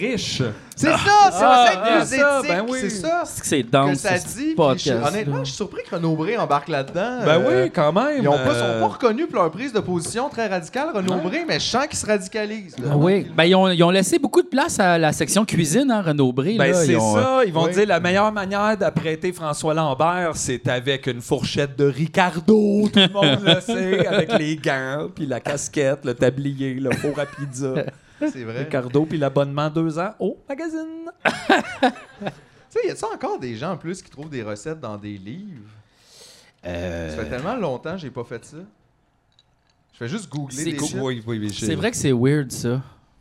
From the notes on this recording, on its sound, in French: Épisode enregistré le 9 mai 2023 au Verre Bouteille.